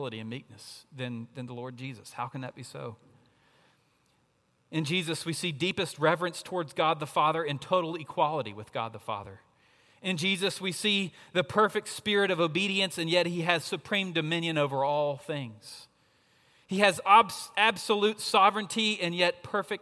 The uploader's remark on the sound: at Redeemer Presbyterian Church in Charleston, SC.